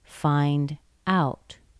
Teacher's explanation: I didn't stress the verb, which is find. I stressed out, which looks like a preposition. That's because these two words together go together to have one special meaning. · Term: phrasal verb